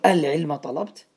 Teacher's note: سهلنا الهمزة همزة الوصل طبعا مع همزة الاستفهام ليفهم السامع أنني أسأل